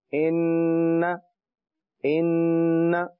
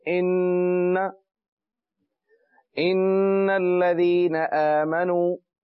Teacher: غنہ کا معنی ہوتا ہے ناک میں آواز لے جائی جاتی ہے اور ایک الف کی مقدار تک اسے کھینچا جاتا ہے. جس طرح ہم نے حروف مدہ میں ایک الف کی مقدار کھینچا تھا، با الف زبر با، تو یہاں ایک الف کی مقدار ناک میں آواز رہے گی.